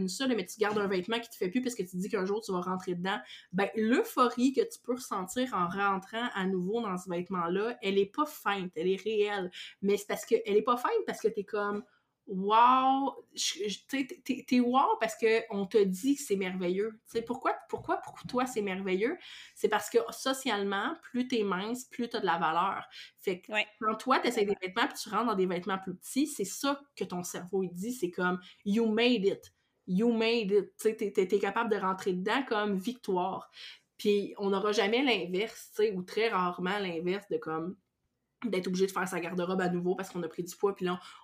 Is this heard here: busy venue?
no